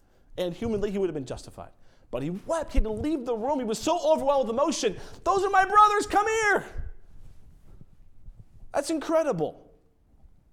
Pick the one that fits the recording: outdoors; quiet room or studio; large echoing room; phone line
large echoing room